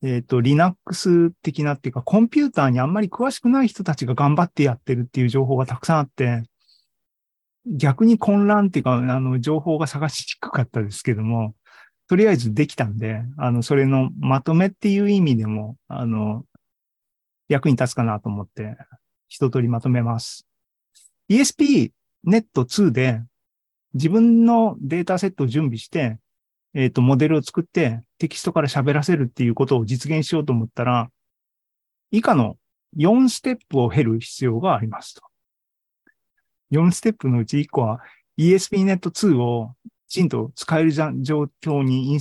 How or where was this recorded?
video call